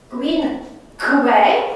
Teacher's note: Este un E scurt care s-a închis la I pentru că urmează un N velar. Quin que este un N urmat de o labiovelară care este tot velar.